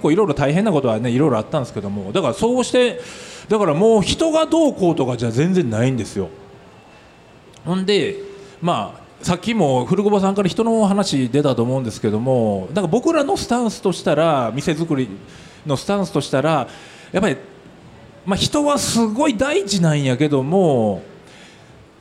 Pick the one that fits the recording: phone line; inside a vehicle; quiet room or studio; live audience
live audience